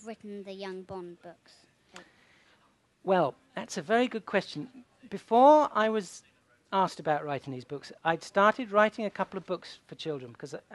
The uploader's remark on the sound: takes questions from the audience